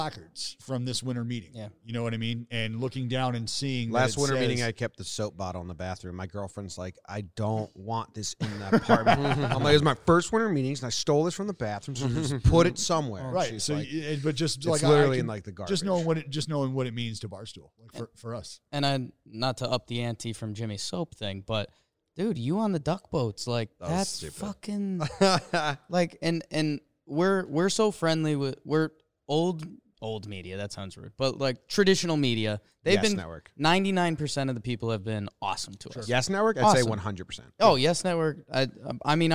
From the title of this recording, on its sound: Joined Us At Winter Meetings